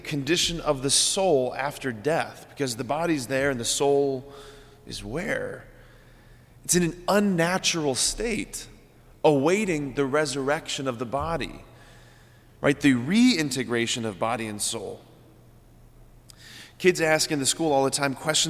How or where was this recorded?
large echoing room